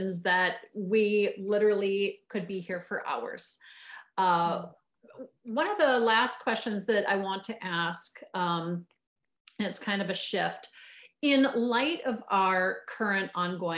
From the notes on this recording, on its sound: Recorded live via Zoom.